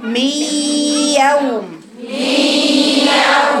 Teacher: انت كده جبت الياء صح، جبت الماء، لو قلتي ميو وجبت الياء صحيحه يبقى تجيبي لي مخرج الياء مع الجزء اللي هو الخيشومي · Term: ادغاما ناقصا